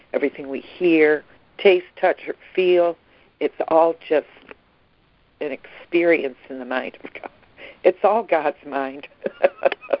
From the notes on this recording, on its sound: ACIM Daily Conference Call.